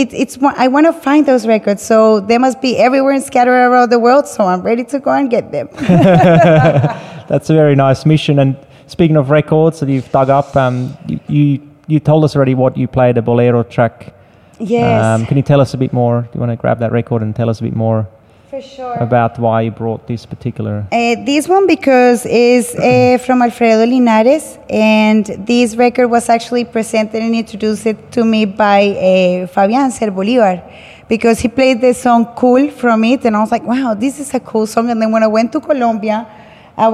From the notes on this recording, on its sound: Live conversation in the gallery focused on DJ culture and vinyl record digging/collecting by Sydney-based Colombian-born DJs/selectors.